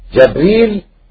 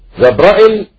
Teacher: بالهمز وفتح الجيم والراء · Shown in: second take